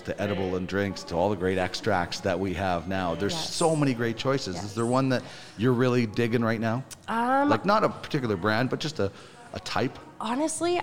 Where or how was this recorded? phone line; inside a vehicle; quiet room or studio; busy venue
busy venue